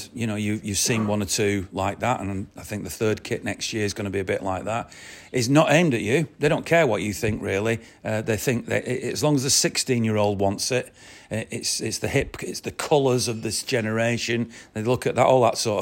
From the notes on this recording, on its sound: Special Forever Blue 'Live' From the Bury MCFC Supporters Club.